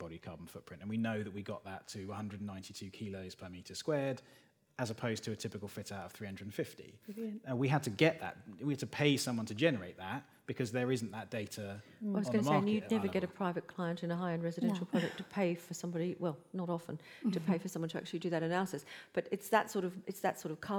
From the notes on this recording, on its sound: This episode was recorded in front of a live audience of designers gathered at the newly renovated showroom of sofa.com in Chelsea.